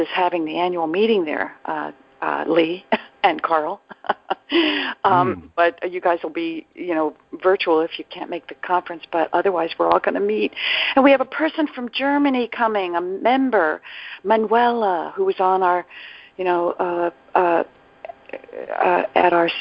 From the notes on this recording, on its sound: ACIM Daily TEXT Conference Call